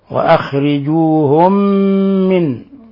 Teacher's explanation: صغير إضغام مثلين صغير هذا الإضغام يسمى إضغام مثلين صغير لأن أضغمنا الميم الساكنة الأولى في الميم المتحركة الثانية فصار عندنا ميما واحدة مشددة